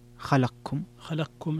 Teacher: فيها الإدغام الكبير للسوسي، إدغام القاف